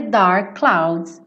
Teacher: Dark clouds, vira um som só